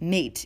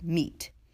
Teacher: In the word meet, used to describe a person's first encounter with another person, the vowel was pronounced a, so the word would be said like mate instead of meat. · Shown in: first take